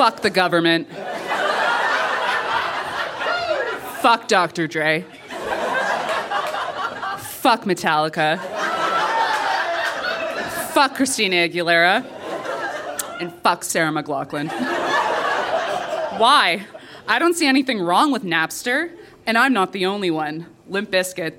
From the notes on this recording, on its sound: Recorded live at Fromagerie Elgin in Sudbury.